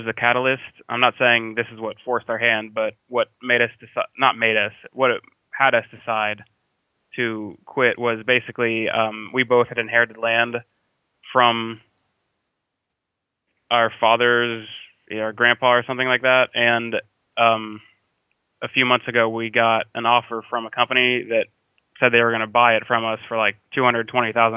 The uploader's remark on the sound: Call In Show